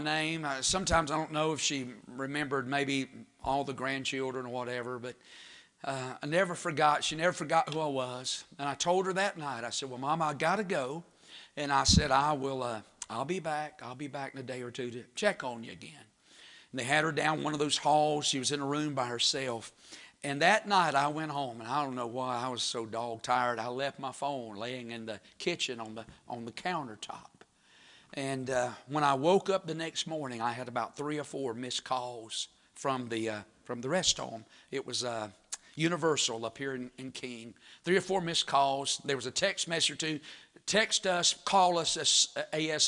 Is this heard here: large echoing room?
yes